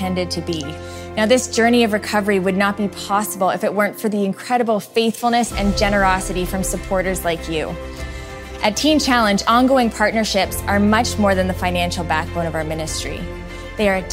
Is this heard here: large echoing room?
yes